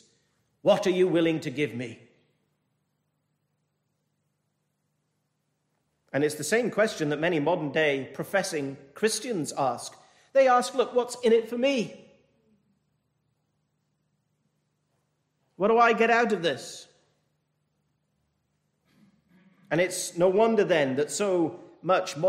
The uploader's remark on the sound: This message was delivered over the 221st Church Anniversary weekend from Penzance Baptist Church.